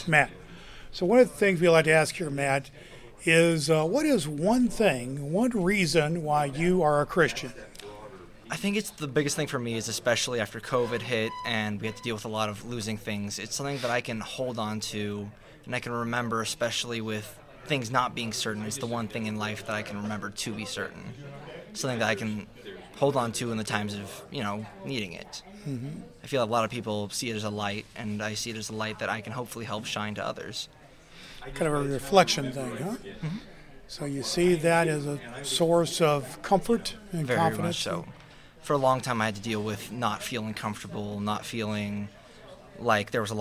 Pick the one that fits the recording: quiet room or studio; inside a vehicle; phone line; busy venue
busy venue